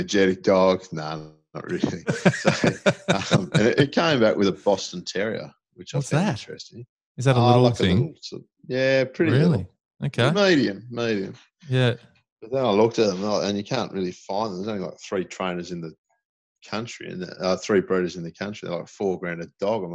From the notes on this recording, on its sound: The first of many remotely recorded episodes